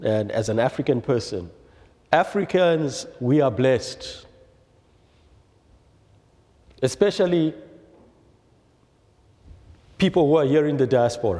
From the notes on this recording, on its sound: presented by Asbury Seminary Kentucky Chapel, recorded on Thursday, March 16, 2023 at Asbury Theological Seminary's Kentucky campus